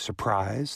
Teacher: It's rarer that the second syllable is emphasized, like surprise.